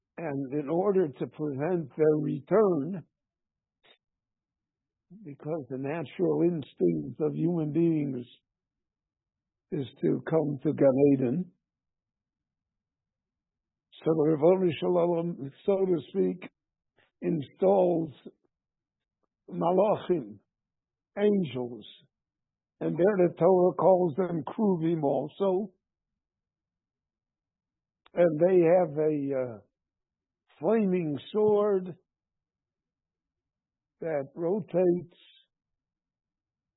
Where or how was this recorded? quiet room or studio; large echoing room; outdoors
large echoing room